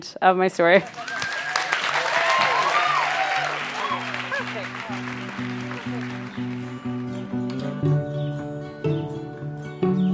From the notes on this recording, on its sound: told this story live on 15 February 2017